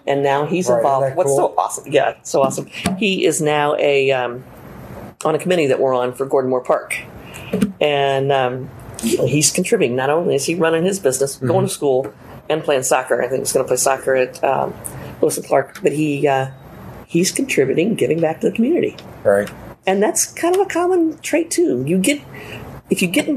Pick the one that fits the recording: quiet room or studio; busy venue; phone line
busy venue